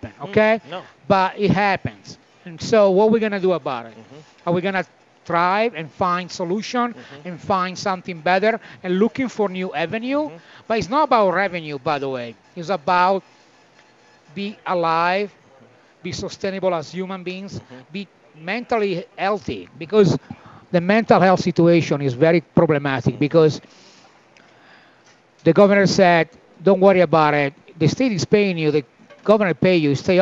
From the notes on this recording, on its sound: Live from Il Posto Italian Restaurant!